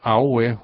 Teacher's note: The word for hand is awe, which is low-high-low.